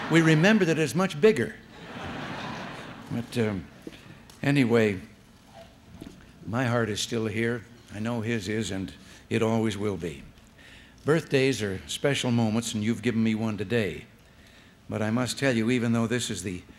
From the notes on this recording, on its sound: The president delivered remarks at the Dixon High School Gymnasium.